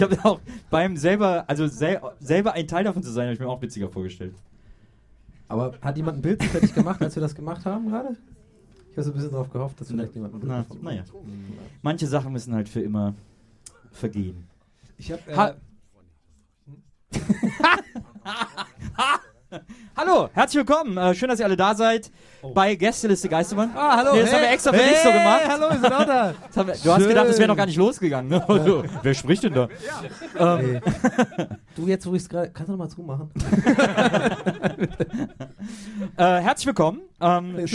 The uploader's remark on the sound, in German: Eine Live-Ausgabe